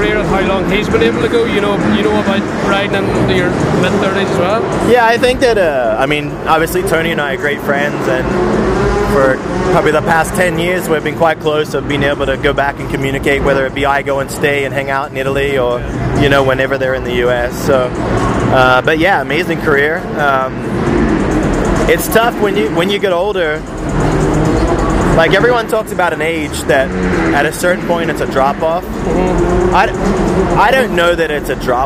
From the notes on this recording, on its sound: At the Paris supercross. There is some background noise.